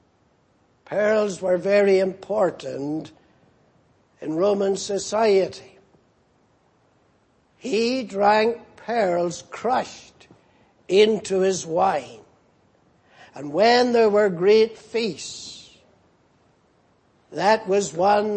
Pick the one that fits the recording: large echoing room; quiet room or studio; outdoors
large echoing room